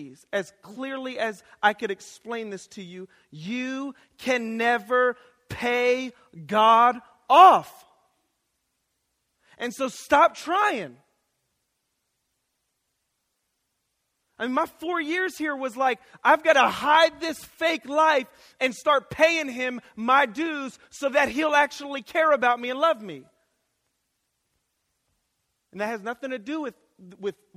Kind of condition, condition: setting, large echoing room